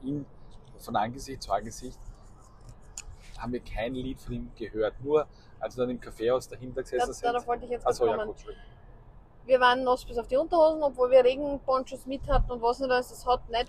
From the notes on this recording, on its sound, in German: Private Talk im Auto. Mittels Ansteckmikrofonen aufgenommen. Verzeiht uns eventuelle Tonprobleme, falls ihr uns manchmal nicht gut versteht.